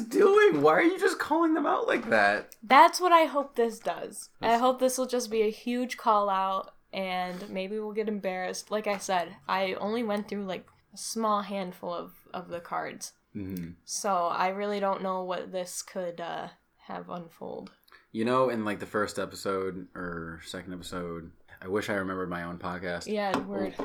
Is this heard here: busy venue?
no